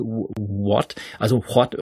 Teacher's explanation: da ist ja noch das H, was da praktisch auch noch so ein bisschen mit ausgesprochen wird bei dem Wort